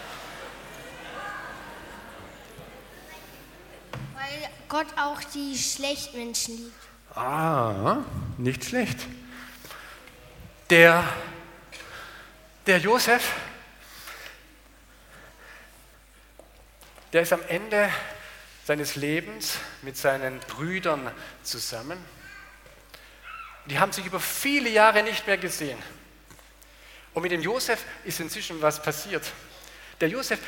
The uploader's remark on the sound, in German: aus dem Gottesdienst der Liebenzeller Mission